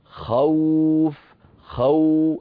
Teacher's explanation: أولا أنطق خاء مفتوحة ثم أنتقل إلى واو، خوف السوء، بدأ نطق الواو بعد فتحة السين من السوء، بدأ نطق الواو بعد فتحة الخاء من خوف، فلما انتهى حرف الخاء بدأ المد، بدأ نطق الواو وبدأ المد. · Term: حرف اللين